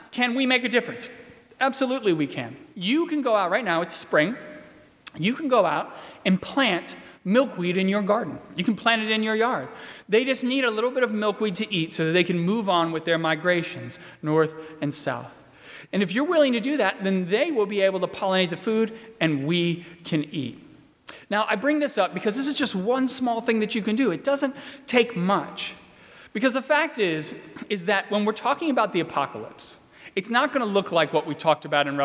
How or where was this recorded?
large echoing room